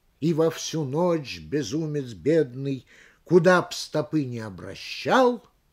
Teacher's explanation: Вы слышите, какую продолжительную паузу мы имеем право держать после запятой.